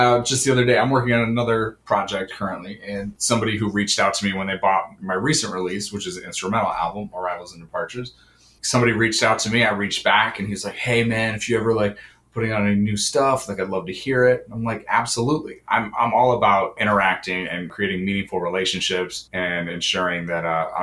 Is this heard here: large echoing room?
no